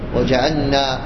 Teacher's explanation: حرص على السكون في جعلنا، لأن الحرفان متقاربان